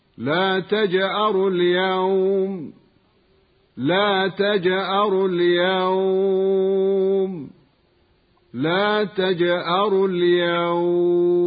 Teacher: الوقف على الواو اللينة الساكنة المفتوح ما قبلها من كلمة اليوم · Term: مد اللين العارض للسكون